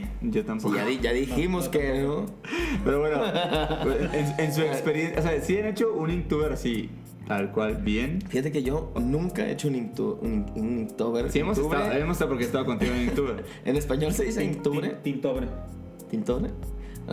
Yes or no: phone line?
no